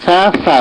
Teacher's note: এর মধ্যে কোনো সিটি হবে না। সায়ের মাখরাজ জিভের ডগা উপরে সামনে দাঁতের ডগা